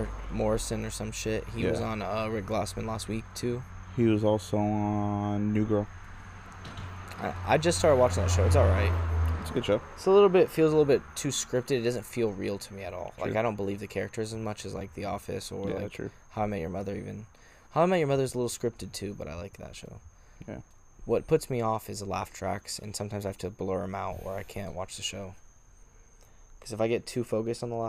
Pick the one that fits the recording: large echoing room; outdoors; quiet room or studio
outdoors